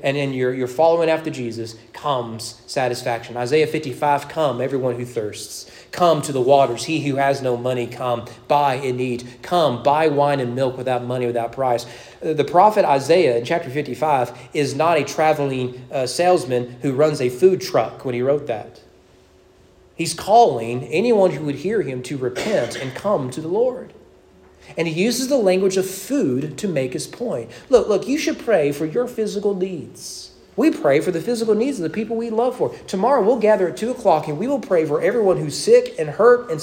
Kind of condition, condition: setting, large echoing room